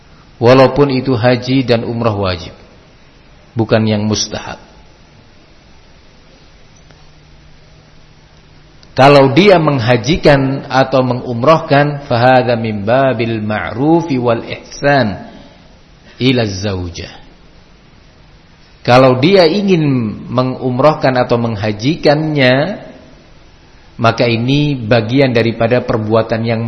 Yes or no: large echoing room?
yes